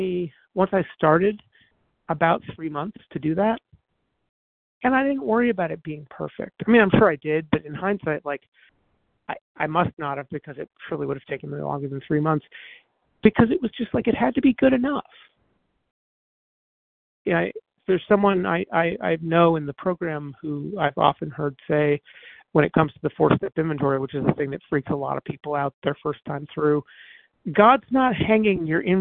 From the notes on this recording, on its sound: 100 Pounders Phone Meeting.